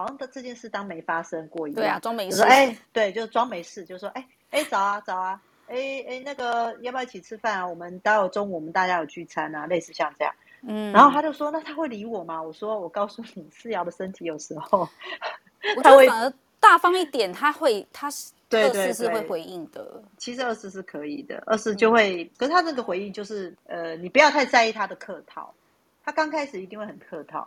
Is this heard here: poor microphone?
yes